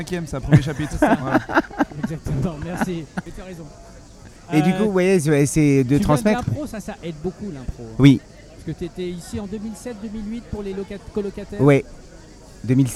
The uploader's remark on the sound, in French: En direct du Festival Off d'Avignon